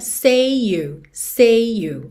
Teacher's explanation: say termina em Y, you começa em Y, então você junta say you